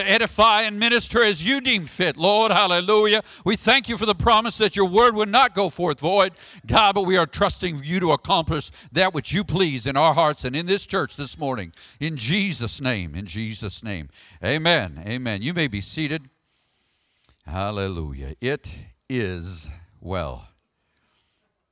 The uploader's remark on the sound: Sermon audio from the March 3rd, worship service.